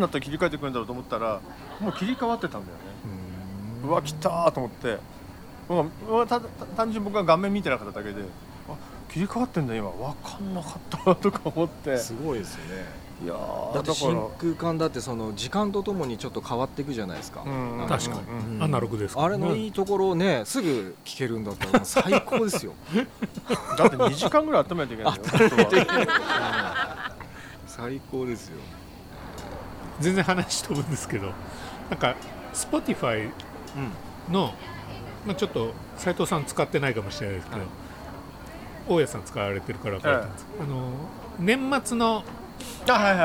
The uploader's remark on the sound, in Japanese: 忘年会を兼ねて12月に某カフェのテラス席で収録した。ワインもかなり進んでいますが。